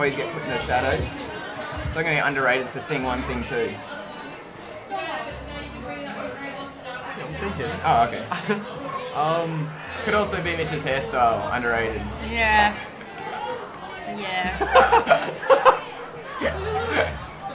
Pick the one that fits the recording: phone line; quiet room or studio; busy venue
busy venue